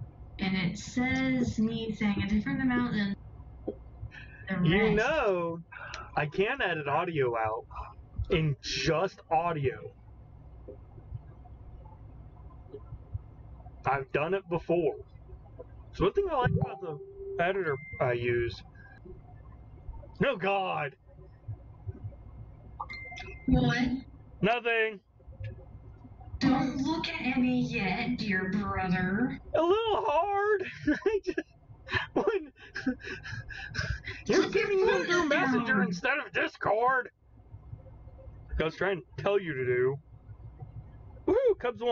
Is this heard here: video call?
no